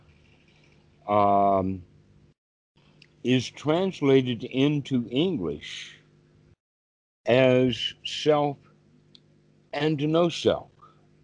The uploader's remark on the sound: the date the call was recorded